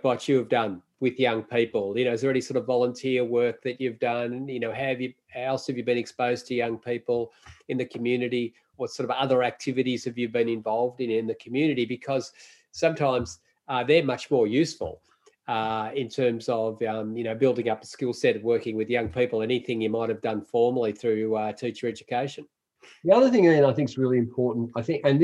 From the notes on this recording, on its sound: This episode is a recording of a live webinar in January 2021. The webinar series was part of Tradewind Australia’s ongoing professional support for CRTs.